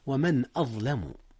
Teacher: أظهرت النون قبل الهمزة، إذ الهمزة من أحرف الحلق ومن أحرف الإظهار